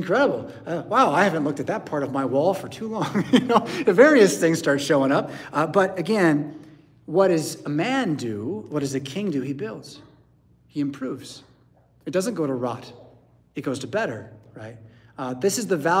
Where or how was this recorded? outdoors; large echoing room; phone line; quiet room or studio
large echoing room